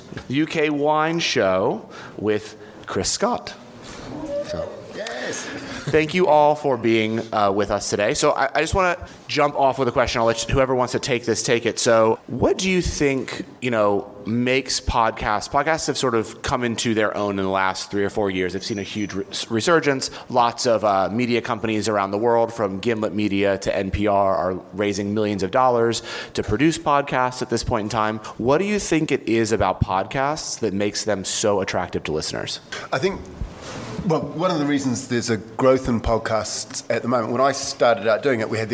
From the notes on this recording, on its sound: Panel discussion on wine podcasts during wine2wine 2018. Panelists also answer questions from the audience.